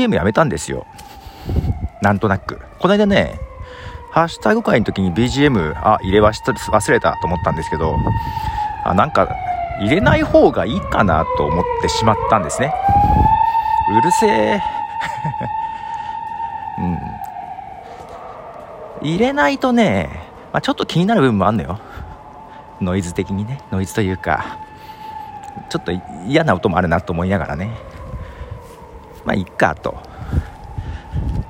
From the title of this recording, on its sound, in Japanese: 夜道を歩きながら